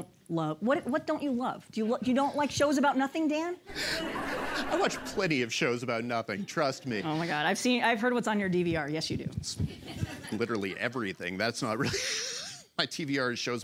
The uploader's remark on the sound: Live from ATX Television Festival. LIVE from the ATX Television Festival in Austin!